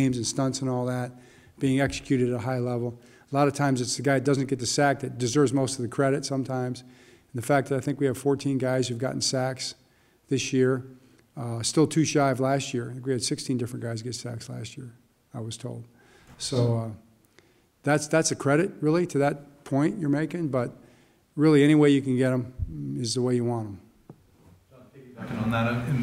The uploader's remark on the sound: Press Conference